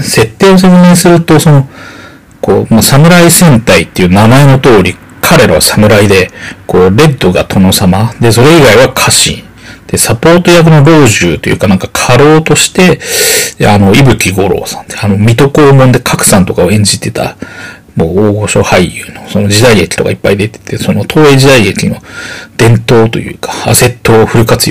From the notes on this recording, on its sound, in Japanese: ベロベロの状態で録音したせいか、音質が悪いです。すみません。